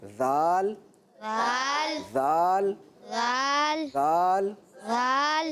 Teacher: زال کو بغیر سیٹی کے پڑھنا ہے